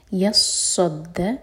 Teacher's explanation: صاد ہے یہ اس کو سین نہیں پڑھنا صاد ہیوی ہے یصد صاد پر بھی شدہ ہے دال پر بھی شدہ تو